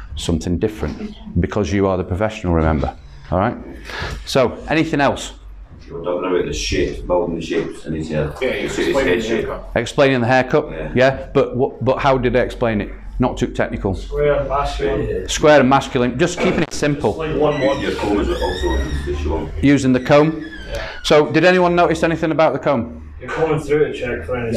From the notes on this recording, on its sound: Recorded at a workshop held at Har Barber